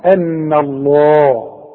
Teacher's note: رقق النون وفخم لفظ الجلالة